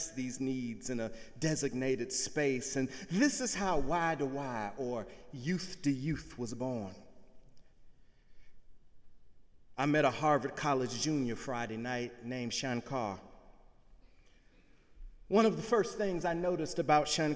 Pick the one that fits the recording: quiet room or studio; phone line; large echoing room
large echoing room